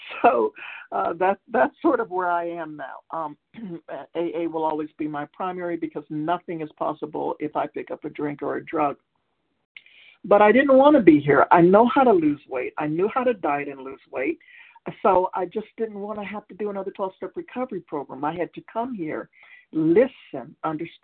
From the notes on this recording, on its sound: from the 100 Pounders Phone Meeting